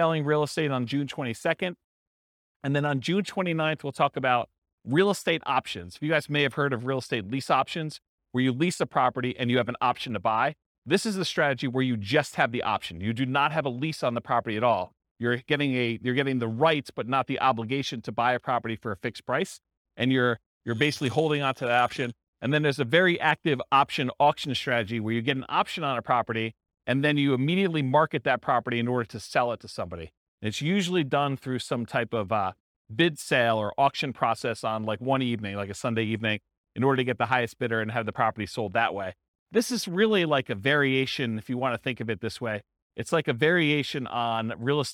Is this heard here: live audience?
yes